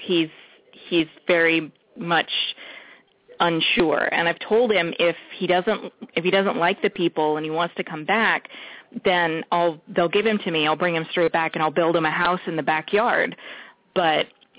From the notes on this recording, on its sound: Open up the lines for listeners to call.